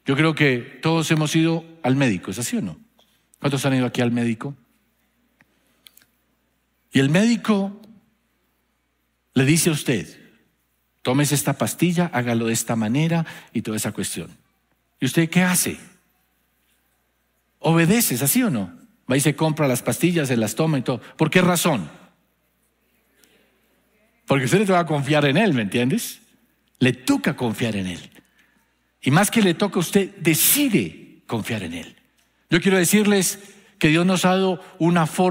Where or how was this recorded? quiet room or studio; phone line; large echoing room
large echoing room